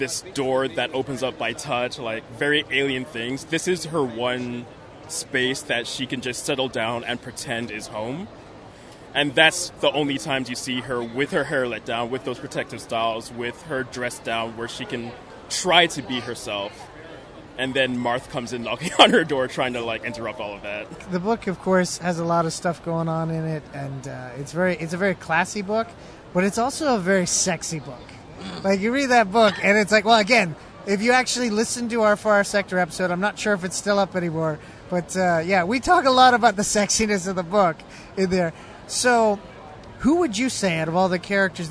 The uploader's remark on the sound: Recorded at Fan Expo Canada